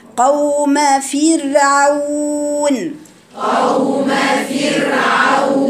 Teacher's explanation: وما دام الراء قبلها مكسور تبقى الراء رقيقة ثم العين من الحلق هقرأها كذا قوم فرعون قوم فرعون ليست